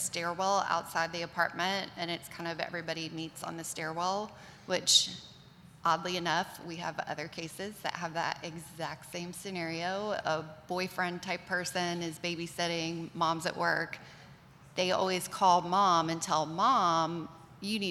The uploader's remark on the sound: This episode was recorded live at Magnet User Summit in Nashville Tennessee.